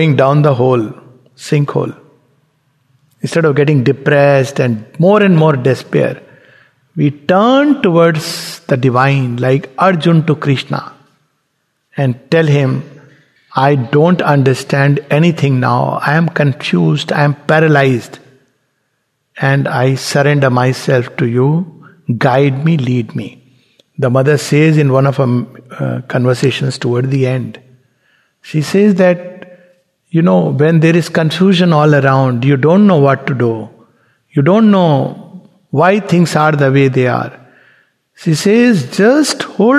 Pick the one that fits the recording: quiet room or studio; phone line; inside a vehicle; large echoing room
large echoing room